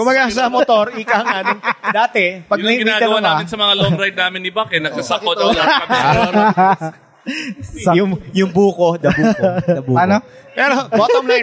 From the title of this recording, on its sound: live at Motora Azul Cafe Lounge 1955